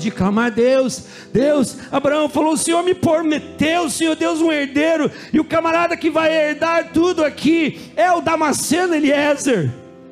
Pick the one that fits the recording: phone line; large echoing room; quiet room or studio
large echoing room